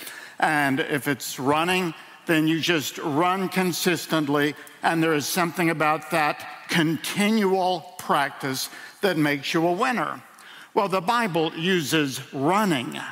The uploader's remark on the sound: In a sermon delivered at World Outreach Church